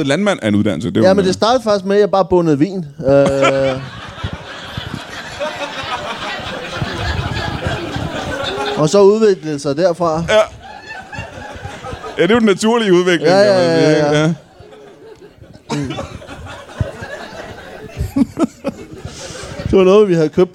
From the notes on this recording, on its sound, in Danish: LIVE fra Ramsømagle. Optaget foran et fremragende publikum i Ramsømagle Forsamlingshus.